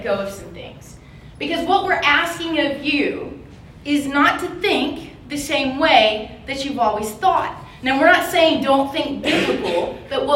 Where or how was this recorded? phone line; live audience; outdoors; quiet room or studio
live audience